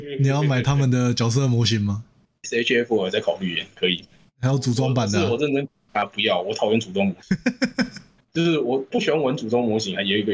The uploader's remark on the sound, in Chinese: 本集由於是線上錄音 音質可能稍差一些